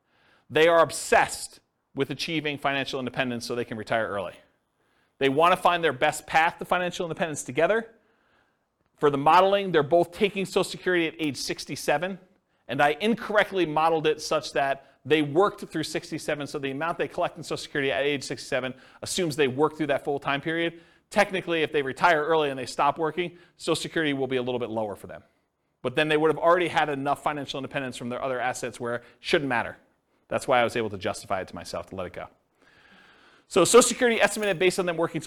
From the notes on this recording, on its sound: This was a live class recorded